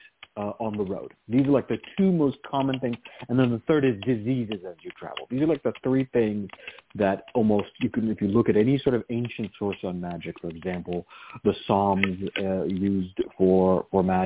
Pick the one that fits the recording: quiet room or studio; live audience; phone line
phone line